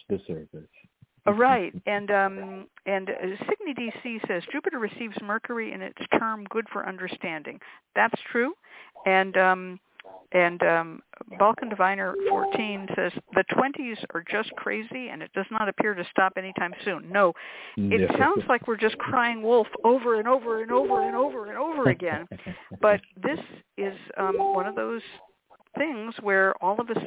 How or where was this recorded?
phone line